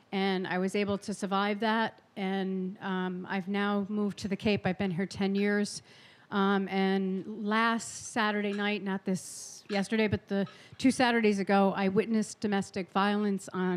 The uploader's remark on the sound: These stories were told and recorded in front of a live audience on June 24th, 2018 at The Well Tavern in Wellfleet, Cape Cod, Massachusetts.